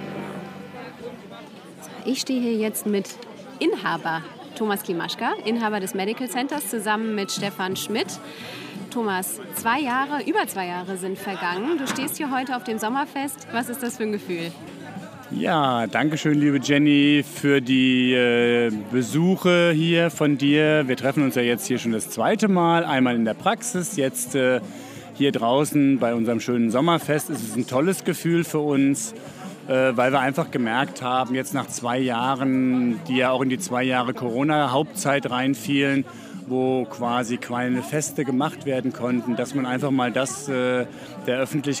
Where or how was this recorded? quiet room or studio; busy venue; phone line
busy venue